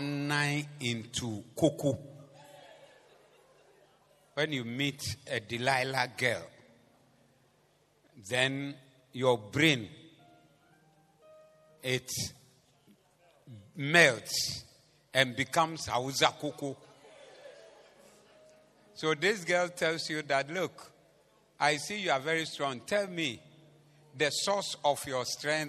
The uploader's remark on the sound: Preached at the Zeloo Service